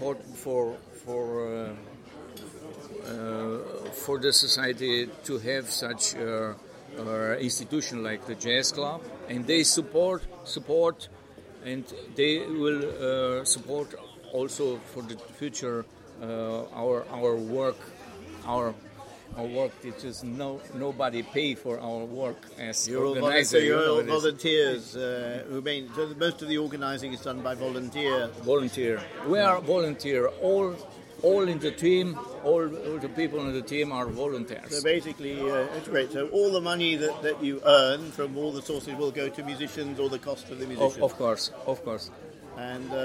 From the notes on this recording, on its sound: Recorded at Inntöne Festival, 14 August 2020